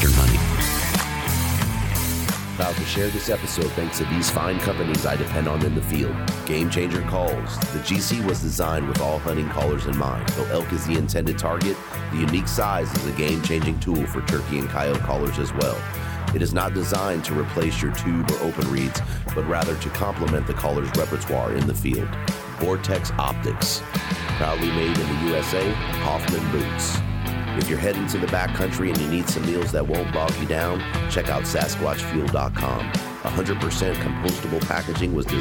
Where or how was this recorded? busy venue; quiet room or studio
busy venue